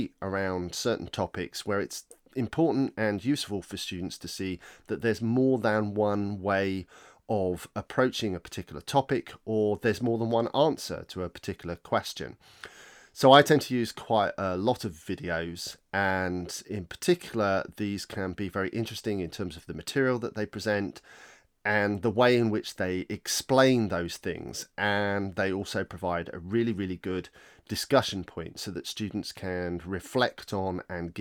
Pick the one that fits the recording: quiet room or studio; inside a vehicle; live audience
quiet room or studio